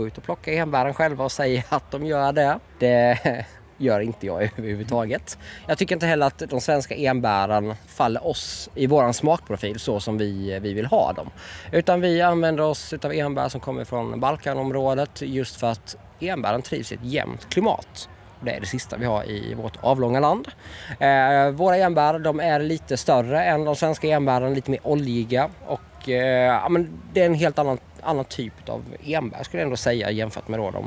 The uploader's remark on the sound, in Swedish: FESTIVALSPECIAL. Här i vimlet på Dylta Bruk.